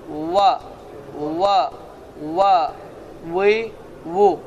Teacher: Amma ərəb dilində olan vav isə dişlər heç bir rol oynamır və dodaq gönçə şəklini alır.